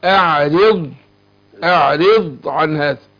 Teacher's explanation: أرقق الهمزة والعين والراء وبعدين أروح إيه الضاد مفخمة